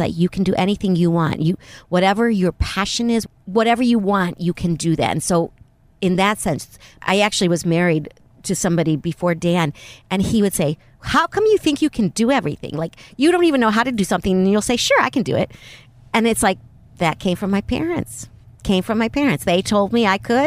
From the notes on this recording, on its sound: Recorded in my rental car, in the parking lot of a hotel beside a highway in Thousand Palms, California.